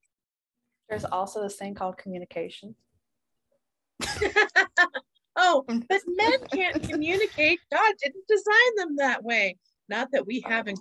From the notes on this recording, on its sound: Please forgive the audio in this episode, technology was very much against me.